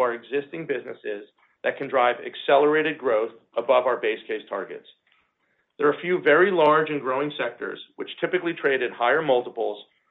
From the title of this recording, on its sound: Earnings Conference Call